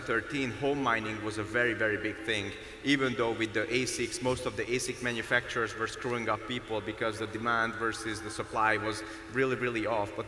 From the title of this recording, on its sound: Panel Discussion at TMRW Conference Dubai